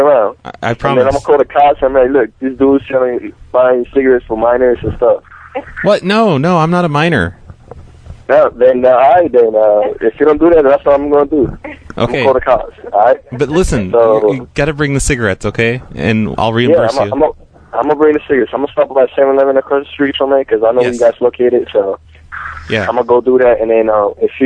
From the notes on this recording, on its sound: Prank Phone Calls